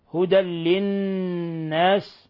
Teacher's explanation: تنوين فتح جاء بعده حرف اللام، الحكم التجويدي إضغام بغير غنة